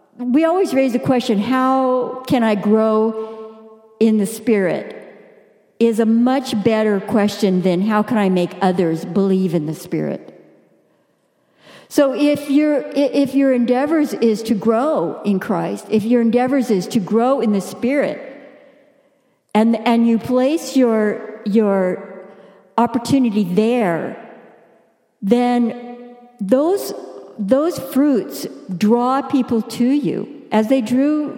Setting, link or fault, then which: setting, large echoing room